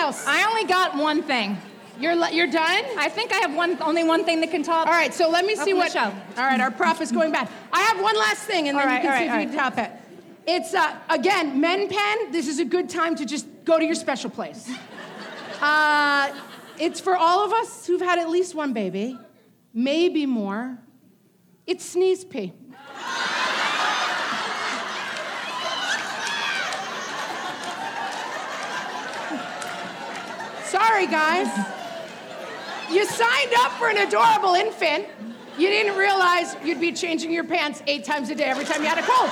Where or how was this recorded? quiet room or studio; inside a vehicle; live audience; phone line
live audience